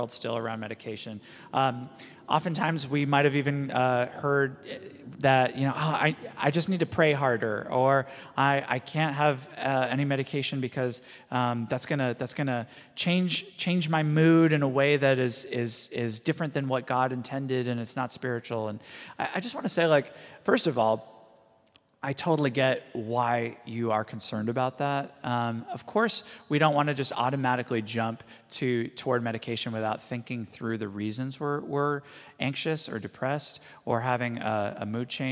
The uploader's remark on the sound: This is a live recording of our House of Learning